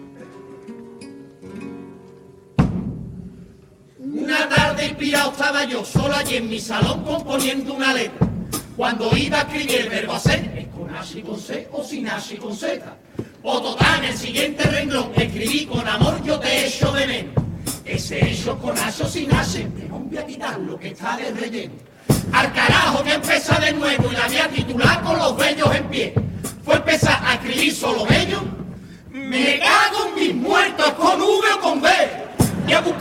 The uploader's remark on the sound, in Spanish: En directo desde el Gran Teatro Falla de Cádiz.